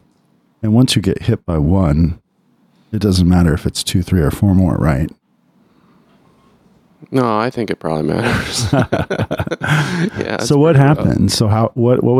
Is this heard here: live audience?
no